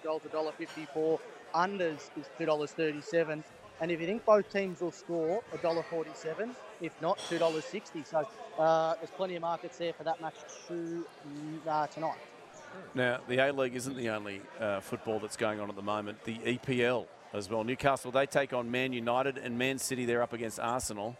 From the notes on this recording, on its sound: live from Wahlburgers in Circular Quay